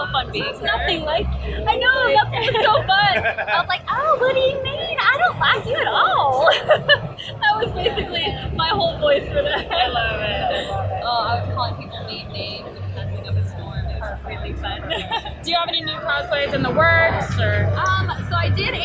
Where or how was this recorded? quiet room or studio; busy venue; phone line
busy venue